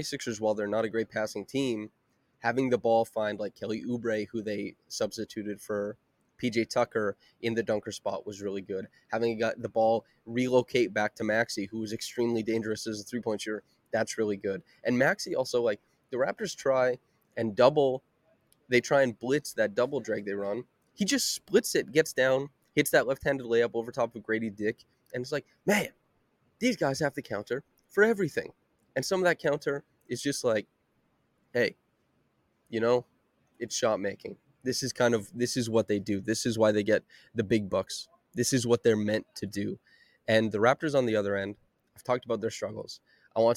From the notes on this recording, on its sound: LIVE from Scotiabank Arena.